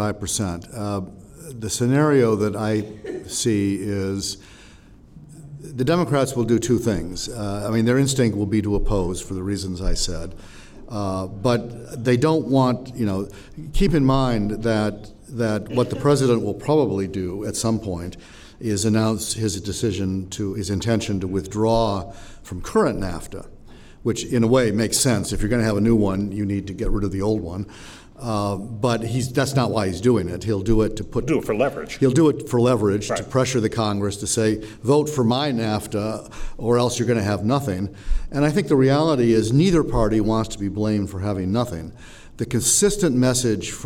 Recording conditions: live audience